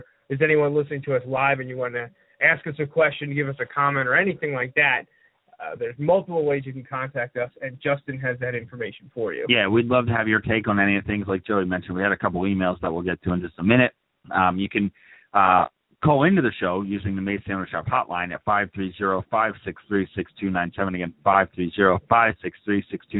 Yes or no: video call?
no